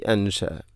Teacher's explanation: അൻശഅ ഇഖ്ഫാഉ ബിഗുന്ന, അൻശ നൂനിനെ അവ്യക്തമാക്കി മണിക്കണം